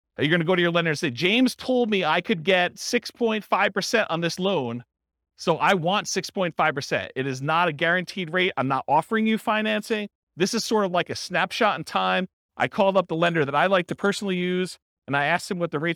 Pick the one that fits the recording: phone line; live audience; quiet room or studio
live audience